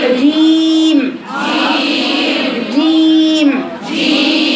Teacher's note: حرف الجيم لا يعطش في القران